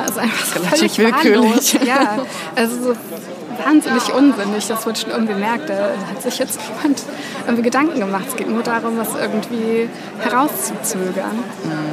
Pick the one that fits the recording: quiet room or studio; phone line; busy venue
busy venue